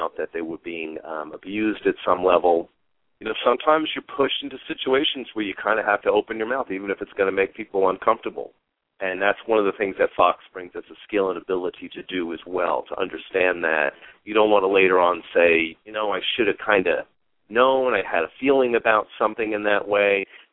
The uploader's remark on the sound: Callers may call in 20 minutes into the live show with questions or comments. We will also open the phone lines earlier for questions and comments.